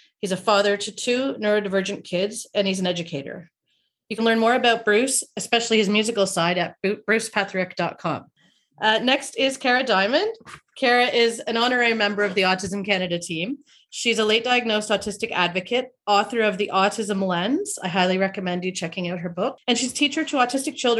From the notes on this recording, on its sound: this was initially recorded as a video webinar